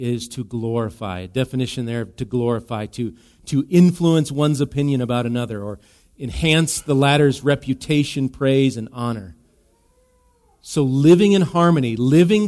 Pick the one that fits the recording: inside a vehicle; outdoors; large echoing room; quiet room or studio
large echoing room